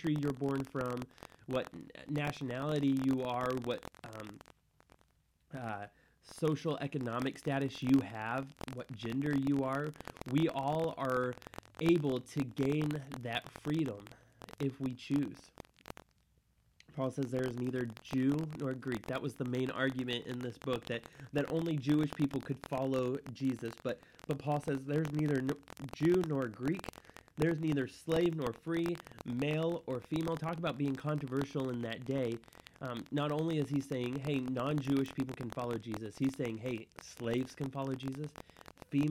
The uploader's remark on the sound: There were some audio issues during this show.